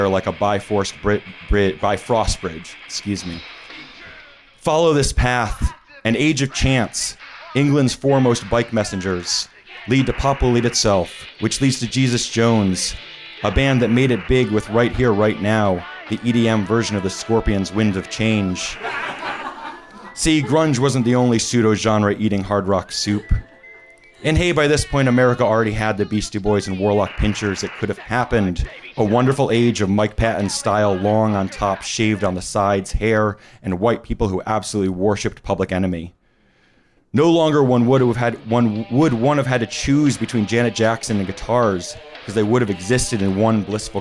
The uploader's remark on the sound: Recorded July 18, 2017 at Hi-Fi Bar in New York City.